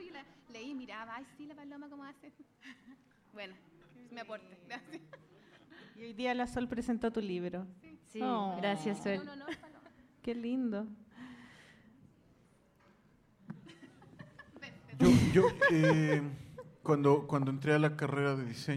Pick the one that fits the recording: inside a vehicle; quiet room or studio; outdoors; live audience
live audience